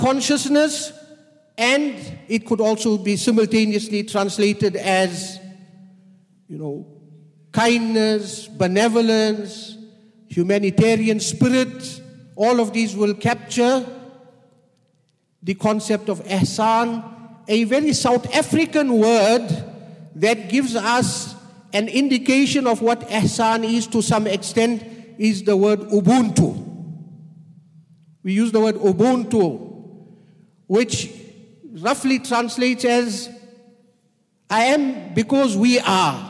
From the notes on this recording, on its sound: At the Houghton Masjid (West Street).